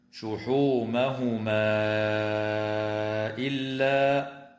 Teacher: وتمد الألف قبل الهمزة في قوله تعالى شحومهما إلا، وفي قوله تعالى ظهورهما أو الحوايا أو، بمقدار 4 أو 5 حركات من قبيل المد المنفصل.